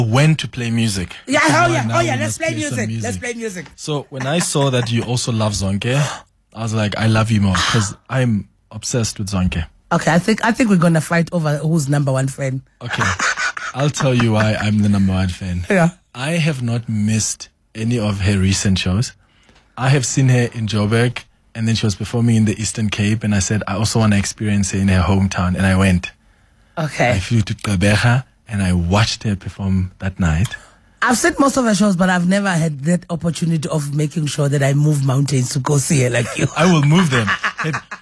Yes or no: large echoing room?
no